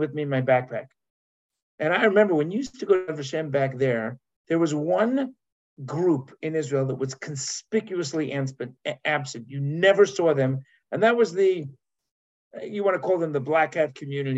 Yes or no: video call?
yes